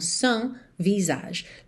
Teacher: Temos um S mudo aí nesse sans, certo?